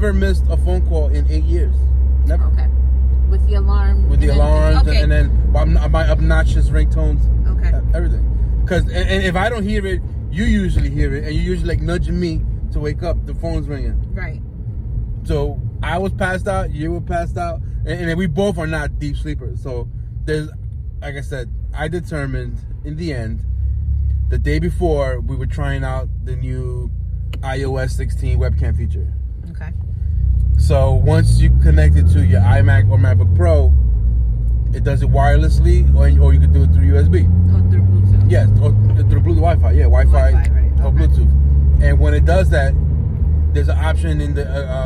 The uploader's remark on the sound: We have conversations about random topics while driving our children to school.